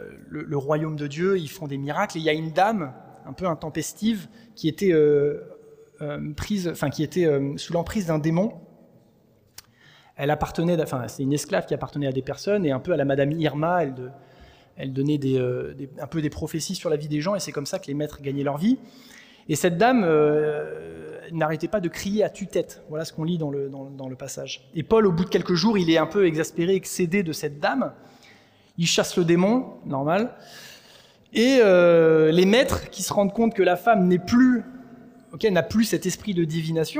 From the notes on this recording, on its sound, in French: Enregistré à l'église CVV